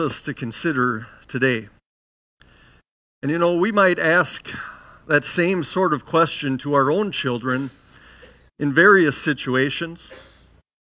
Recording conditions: large echoing room